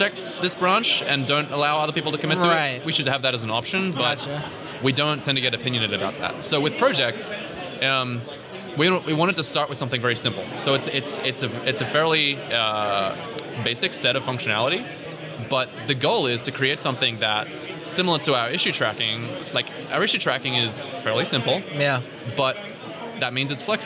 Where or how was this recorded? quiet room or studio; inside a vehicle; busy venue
busy venue